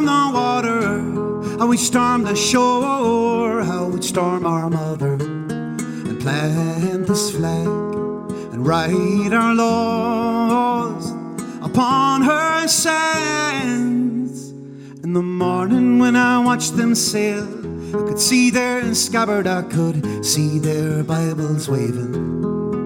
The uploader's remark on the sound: Live from the Hunt Museum in Limerick. Live broadcast from the Hunt Museum.